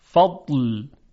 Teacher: اگر استطاله نیاریم صدای ضاد یک صدای خیلی خشک میشه و زود قطع میشه، به این صورت فضل.